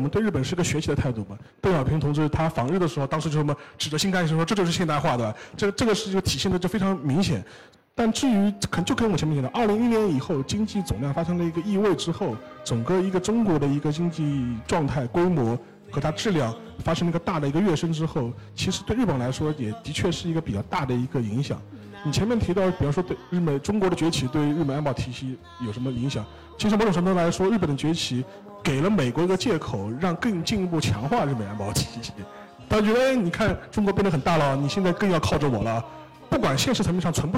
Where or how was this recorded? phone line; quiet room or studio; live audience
live audience